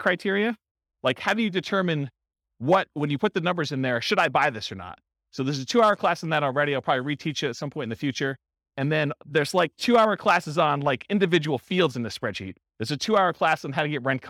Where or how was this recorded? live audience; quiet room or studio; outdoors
live audience